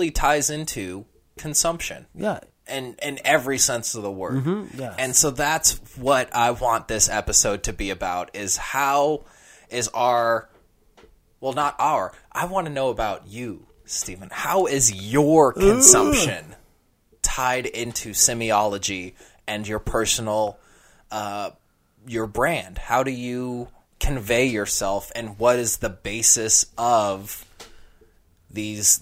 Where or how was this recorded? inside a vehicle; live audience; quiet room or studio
quiet room or studio